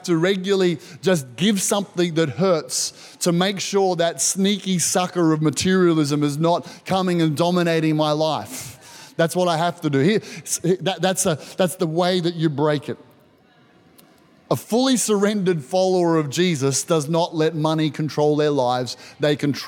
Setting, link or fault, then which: setting, large echoing room